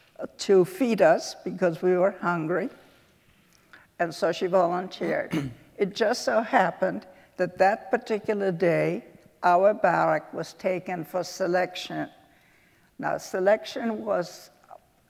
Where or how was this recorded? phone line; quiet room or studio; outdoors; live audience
live audience